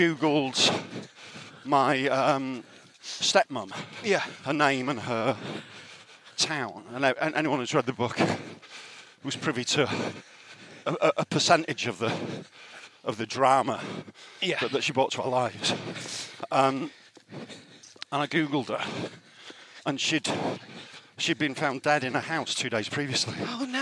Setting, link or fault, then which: setting, outdoors